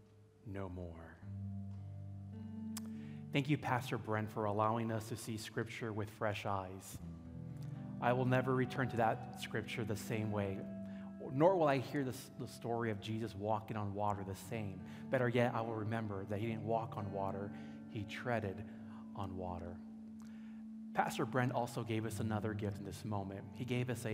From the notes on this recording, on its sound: At Timberline Church.